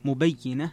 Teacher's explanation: قرأ الجمهور مبينة بكسر الياء مع التشديد